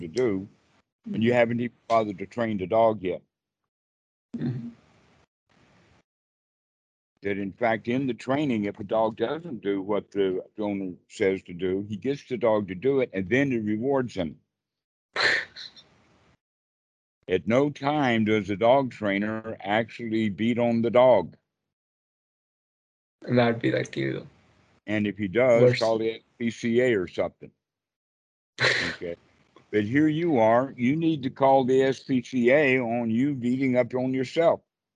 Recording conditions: video call